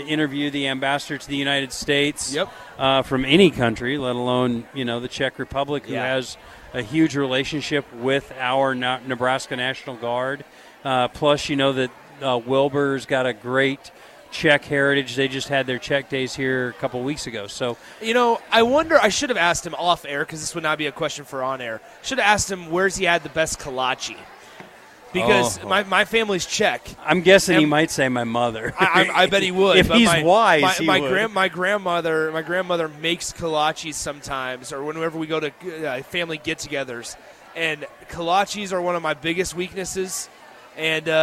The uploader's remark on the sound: LIVE from Lincoln Airshow